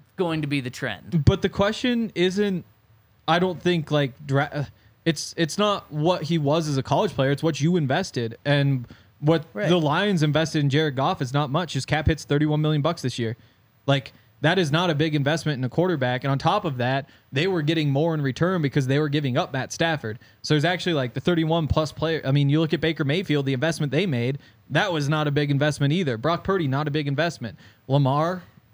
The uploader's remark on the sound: coming to you LIVE from the DNVR Bar